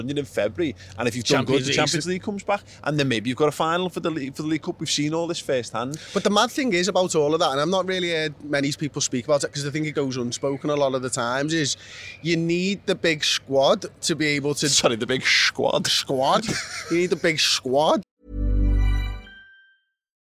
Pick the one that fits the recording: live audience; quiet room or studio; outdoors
outdoors